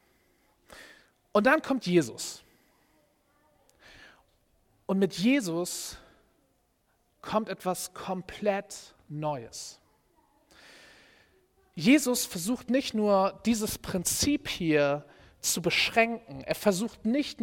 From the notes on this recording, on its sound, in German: Predigt im Rahmen des GreifBar+ Gottesdienstes.